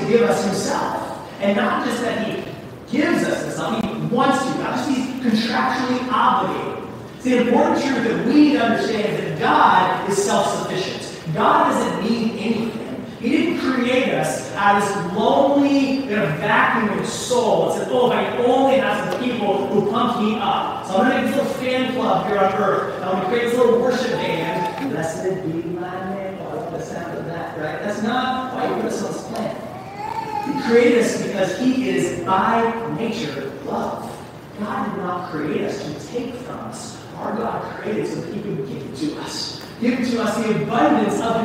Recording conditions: poor sound quality